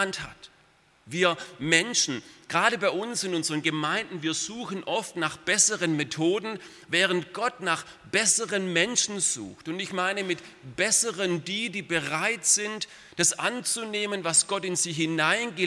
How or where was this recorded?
large echoing room